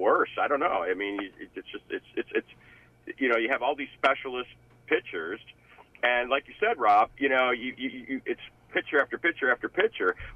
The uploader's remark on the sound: Live sports call-in program broadcast every Tuesday morning at 10am on WTBR.